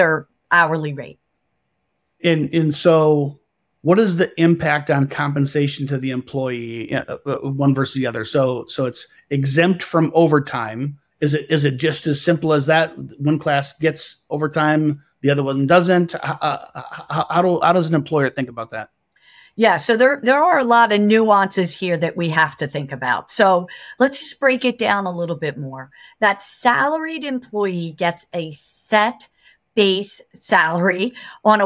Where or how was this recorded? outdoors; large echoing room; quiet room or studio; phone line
quiet room or studio